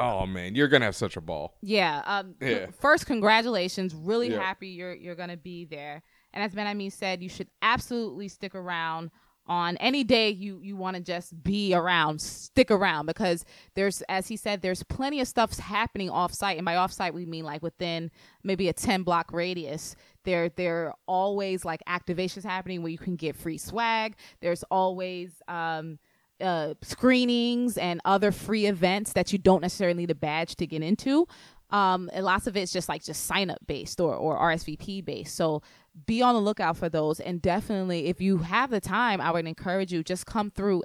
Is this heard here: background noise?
no